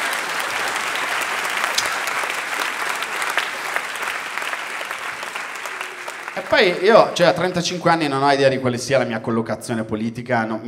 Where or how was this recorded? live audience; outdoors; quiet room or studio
live audience